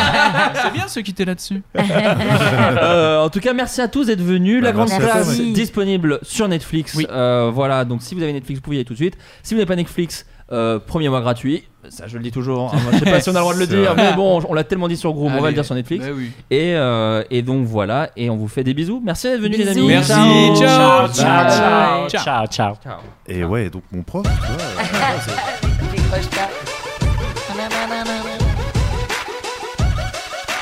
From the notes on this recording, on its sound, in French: FLOODCAST, EN PUBLIC